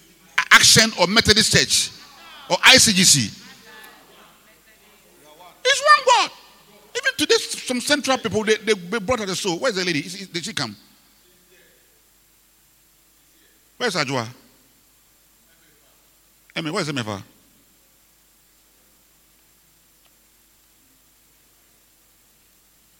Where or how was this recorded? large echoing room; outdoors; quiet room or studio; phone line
large echoing room